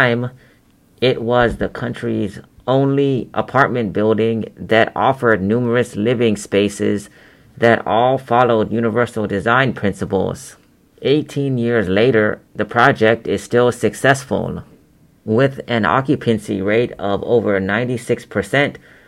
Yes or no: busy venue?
no